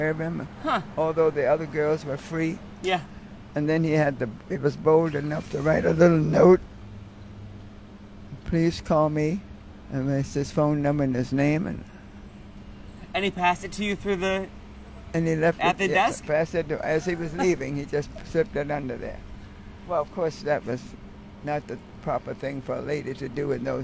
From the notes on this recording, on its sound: We recorded our mile long conversation along DC’s U Street Corridor, historically known as Black Broadway.